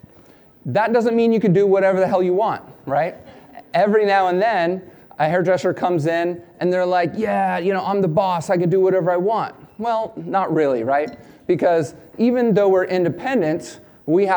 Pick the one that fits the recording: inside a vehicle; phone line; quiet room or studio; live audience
live audience